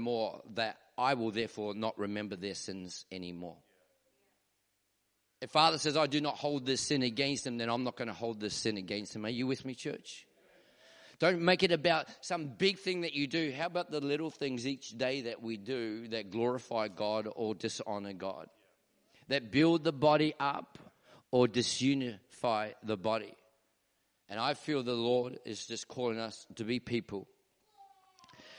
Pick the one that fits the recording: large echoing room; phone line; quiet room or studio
large echoing room